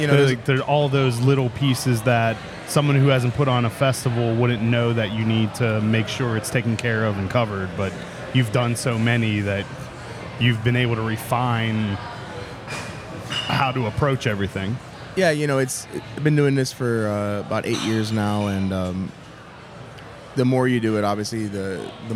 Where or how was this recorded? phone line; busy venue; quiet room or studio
busy venue